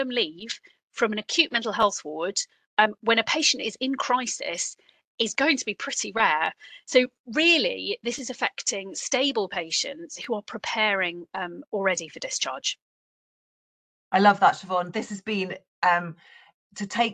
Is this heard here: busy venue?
no